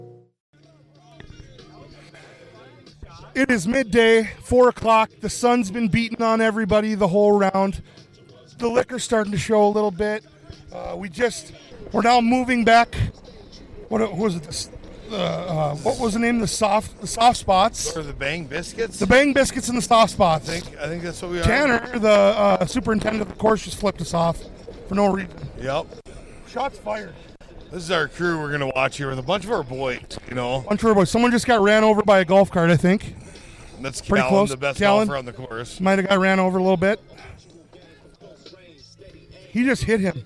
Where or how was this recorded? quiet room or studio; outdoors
outdoors